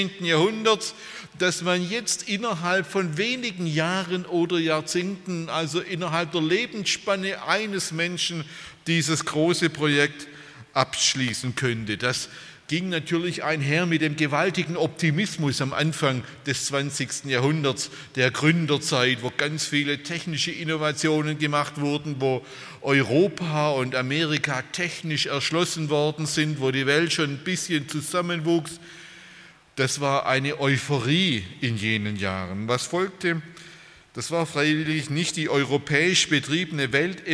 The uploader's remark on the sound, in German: beim Freundestreffen der Liebenzeller Mission